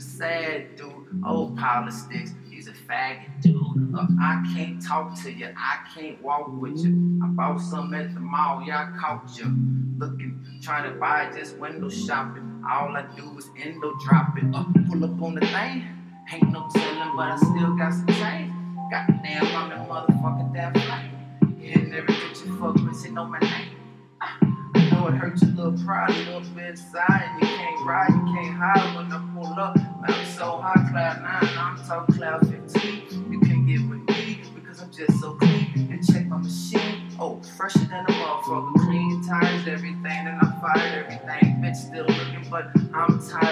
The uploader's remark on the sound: On the spot freestyle. Just recording the room with phone.